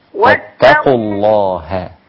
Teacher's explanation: أقول اسم الجلالة الله من الفم لا من الأنف